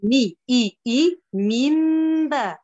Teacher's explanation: وجاء بكم من البدو من بعد أن أعطيني كسرة الميم مي إي إي ميم با، أعطيني كسرة الميم وبعد أمشي لغنة الإقلاب